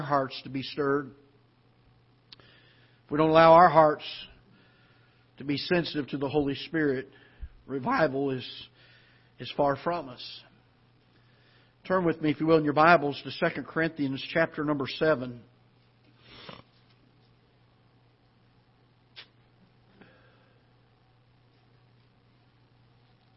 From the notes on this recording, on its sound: Ketha Heights Baptist Church ~ Live Broadcast.